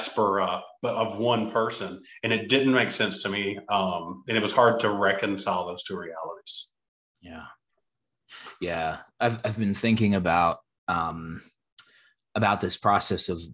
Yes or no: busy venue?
no